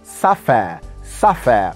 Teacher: Sapphire, that's a British standard pronunciation, using the diphthong air at the end of the word